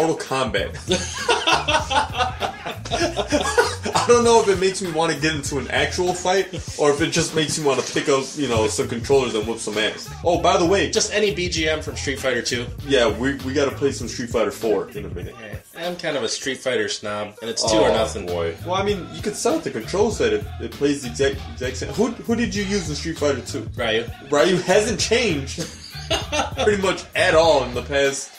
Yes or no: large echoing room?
no